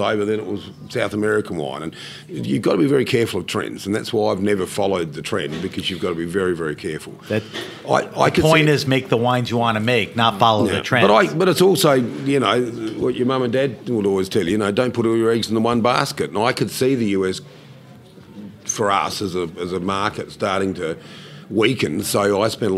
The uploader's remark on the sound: travels down to the Naples Winter Wine Festival in Florida to interview winemakers from all over the world